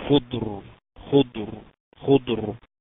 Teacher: ساكنة وقبليها ساكن وقبليها مضموم تفخم